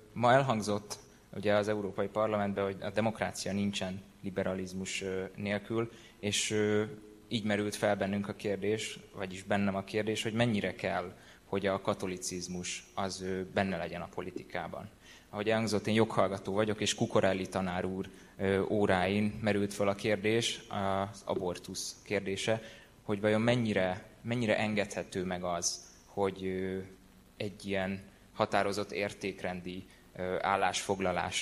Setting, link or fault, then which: setting, live audience